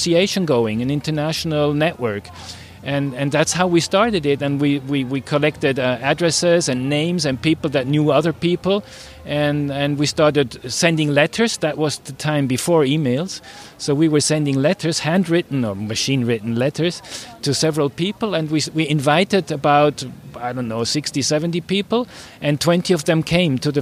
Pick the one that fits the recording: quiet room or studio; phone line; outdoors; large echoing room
outdoors